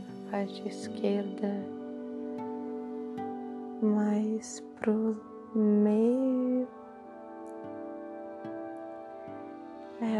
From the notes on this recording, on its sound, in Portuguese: o microfone do celular captou a ressonância dos sons do em torno